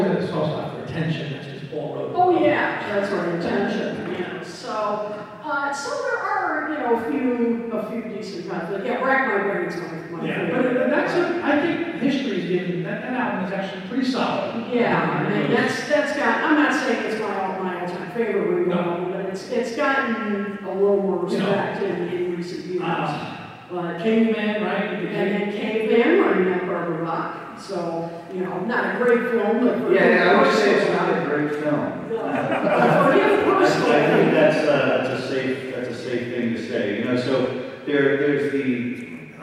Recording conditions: poor sound quality